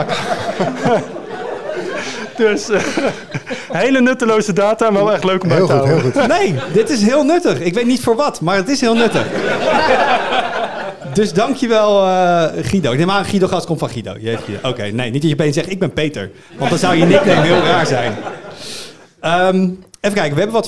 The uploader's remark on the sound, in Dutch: Op 10 juni vond de Tweakers Abodag plaats en die dag werd afgesloten met een live-opname van de podcast